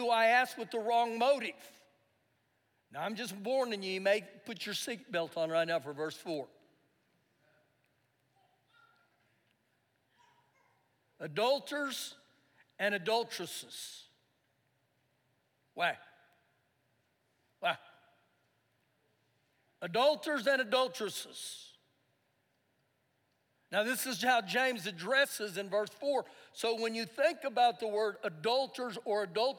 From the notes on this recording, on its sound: Recorded live during our Sunday morning service